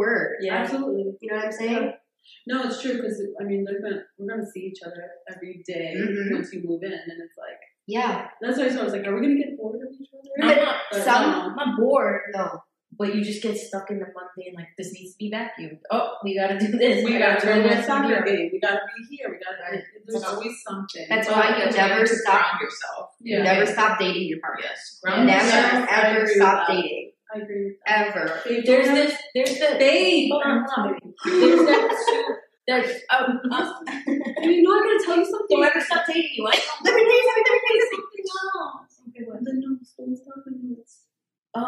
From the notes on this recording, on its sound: Yes we recognize the audio was not great in this one. We had a mishap.